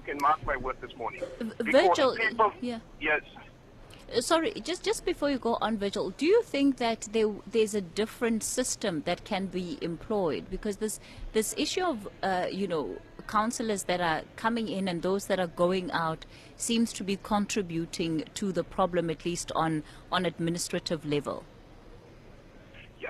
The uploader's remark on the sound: SALGA hosts National Conference. We bring you day 2 ofSALGA’s National Conference where we are broadcasting from over till tomorrow. Stakeholders from municipalities, provincial and national government, the business sector as well as think tanks are convening here in Cape Town.